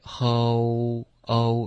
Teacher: whole 的这个音注意，我们是 ho, o,有一点嘴唇变紧的动作